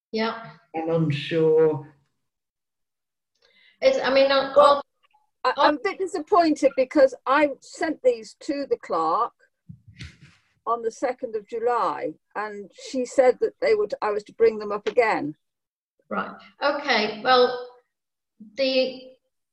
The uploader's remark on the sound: Video recording of Frodsham Town Council's Policy, Process & Revenue Committee meeting. Due to a technical issue, this recording starts part-way through the discussion.